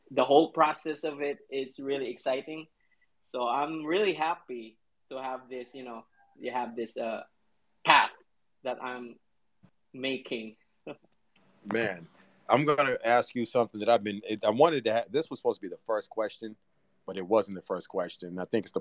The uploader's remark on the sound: This podcast was recorded live from a DAPS COLLECTIVE Twitter space.